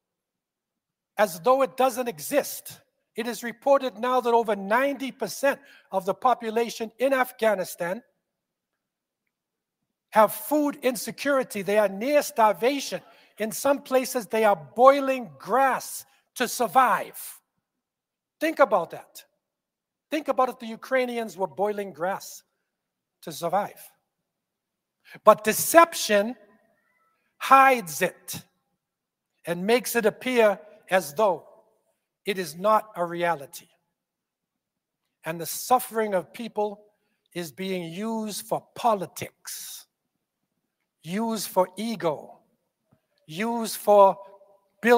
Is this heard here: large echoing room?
yes